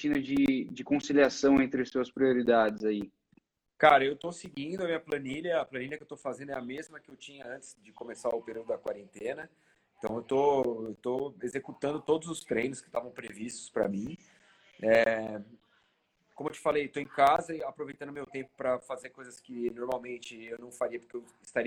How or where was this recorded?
video call